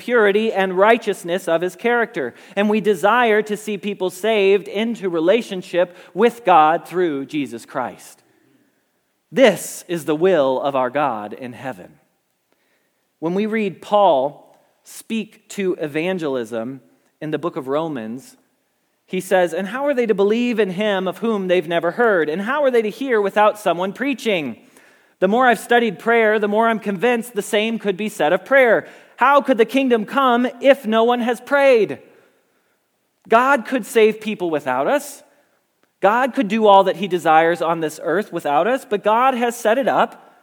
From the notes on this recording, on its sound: Message Preached at Valley Creek Church